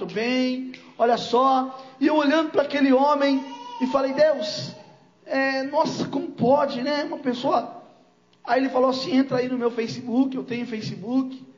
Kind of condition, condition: setting, large echoing room